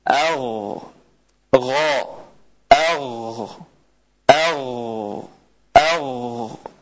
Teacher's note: huruf ghain dia lebih masuk ke dalam, lebih ke bawah lagi, atau lebih tepatnya di ujung langit-langit, di ujung langit-langit lunak, ya. Bisa dilihat di gambar agh, atau biasa kita sebut dengan amandel.